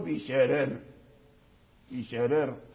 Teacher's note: يعني توضيح ليعلم أن الراء مرققة، يعني سواء زال الكسر أو بقي الكسر